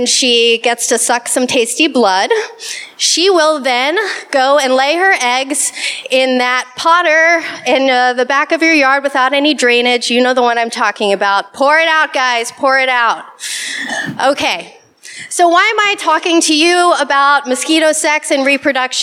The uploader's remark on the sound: Today, we will bring you a special episode, which is the live recording of the Science Gong Show. The Gong Show is a science communication event where scientists give brief explanations of their research without using any jargon. Charm City Meadswork for providing the venue.